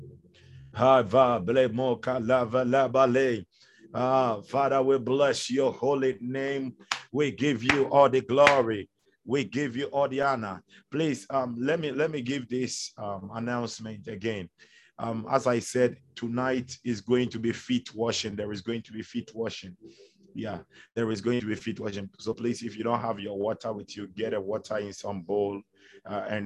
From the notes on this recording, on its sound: Zoom meeting